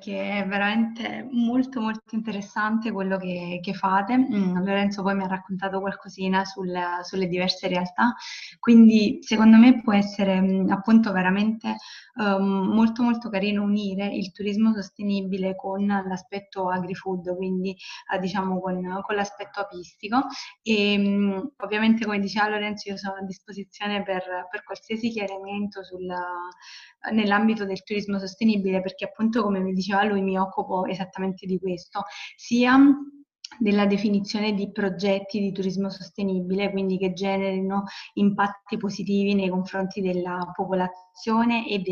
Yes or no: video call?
yes